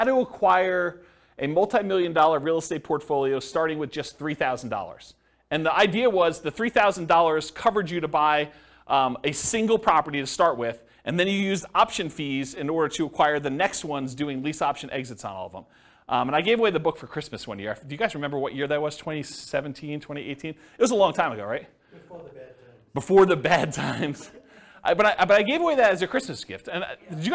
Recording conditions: live audience